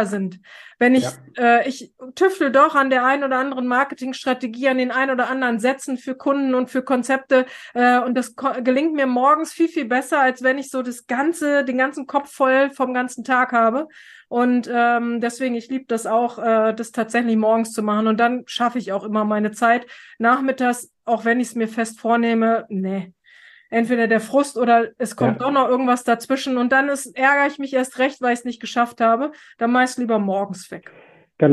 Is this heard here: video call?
yes